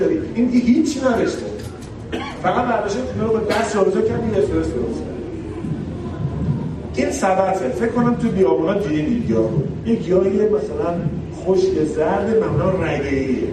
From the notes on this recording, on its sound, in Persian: پادکست کارگاه بقا در طبیعت سومین جشنواره بینالمللی کامکس. رادیو آهنگ سفر در طول این نمایشگاه حضور فعالی داشت و در طی این نمایشگاه پادکستهایی را ضبط کرد.